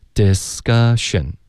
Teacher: Discussion,科的音我们浊化为歌。